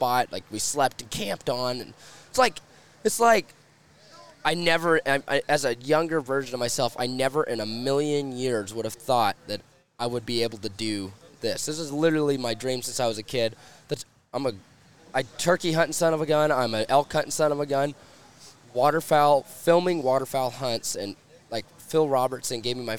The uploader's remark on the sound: Live from Waterfowl Weekend 2023.